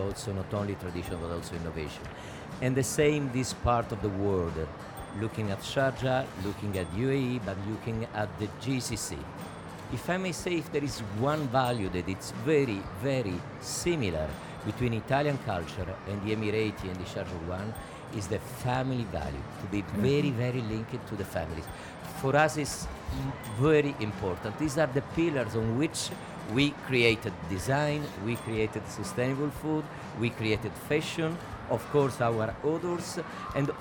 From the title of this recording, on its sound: Live from SIBF 2022